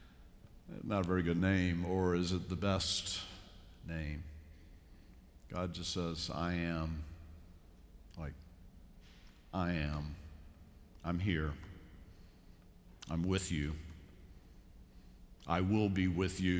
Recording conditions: large echoing room